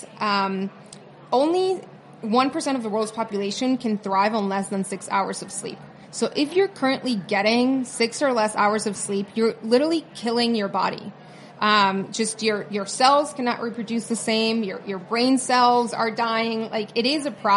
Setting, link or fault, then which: setting, busy venue